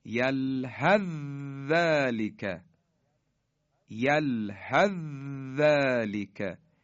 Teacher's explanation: حالا نحوه ادغام اینها رو توجه بفرمایید، به مثالهاش توجه کنید، یلحث، سه نقطه، یلحث رسید به حرف ذال، ذالک، حالا در هم ادغام میشن، یلحث ذالک، یلحث ذالک، یعنی سه نقطه کاملا از بین میره و حرف ذال مشدد بیان میشه